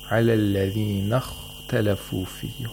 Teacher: Hold the خَا a little bit. And the alif is not pronounced.